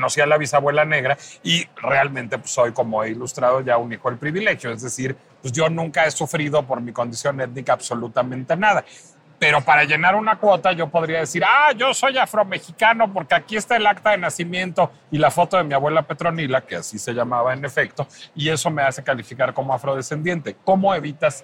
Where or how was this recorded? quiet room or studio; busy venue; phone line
busy venue